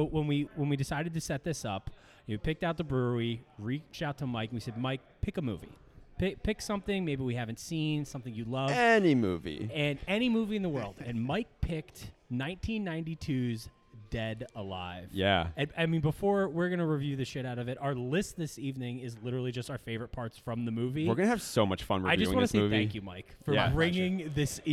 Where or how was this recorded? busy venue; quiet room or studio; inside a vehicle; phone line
busy venue